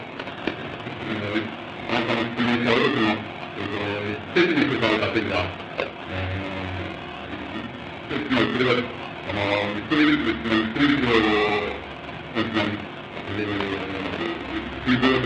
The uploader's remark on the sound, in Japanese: 主催：大学セミナーハウス 場所：新宿・紀伊国屋ホール。第38回大学共同セミナーで講演。テープ劣化のためノイズが多く、 音質はよくない。